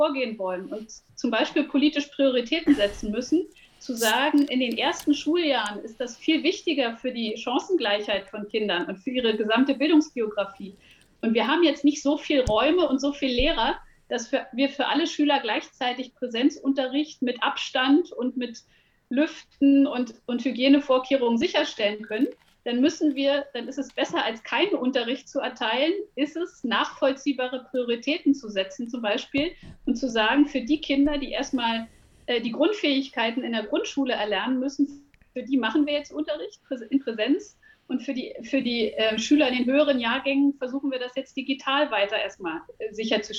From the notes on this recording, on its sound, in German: In dieser Folge hören Sie die Aufzeichnung einer virtuellen Podiumsdiskussion